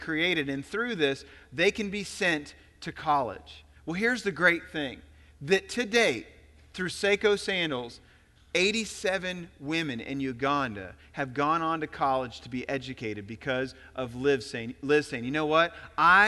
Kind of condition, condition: setting, large echoing room